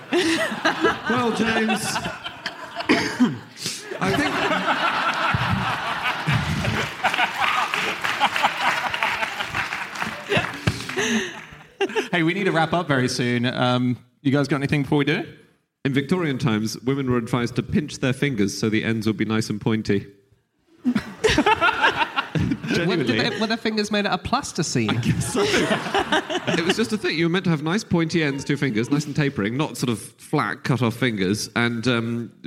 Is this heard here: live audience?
yes